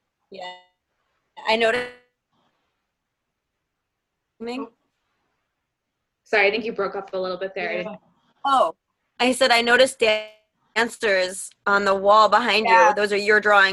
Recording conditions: video call